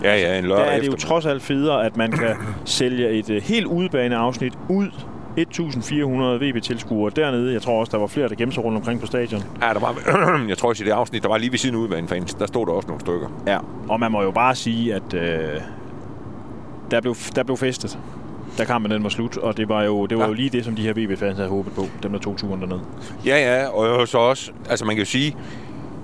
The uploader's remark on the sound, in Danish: Denne podcast er optaget på vej hjem efter kampen i Haderslev